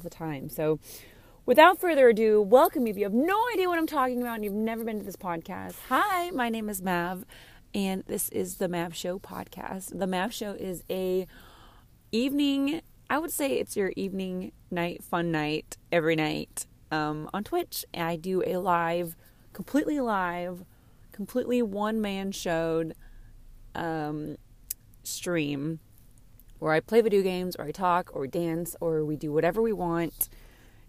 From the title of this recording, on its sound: In the Car episode.